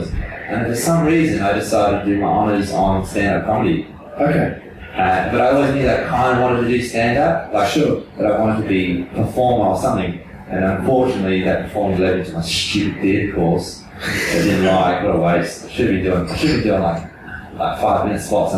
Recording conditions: poor sound quality